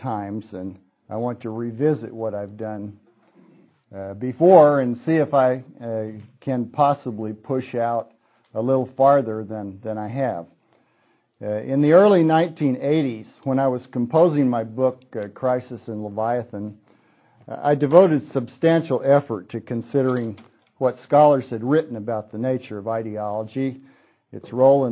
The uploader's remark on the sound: Hayek Memorial Lecture. From the 2006 Austrian Scholars Conference.